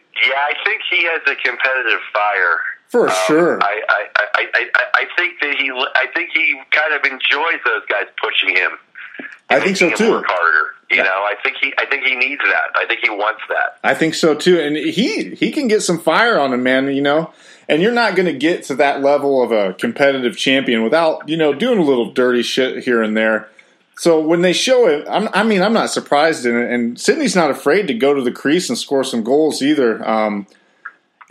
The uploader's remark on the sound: We make podcast history with the first call in from a land line to a flip phone.